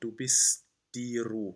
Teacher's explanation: So we don't have to release that T. We just want to hold. We want to actually stop it almost like we do in Italian.